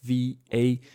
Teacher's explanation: 这个 A 的发音呢是一个大口型的 A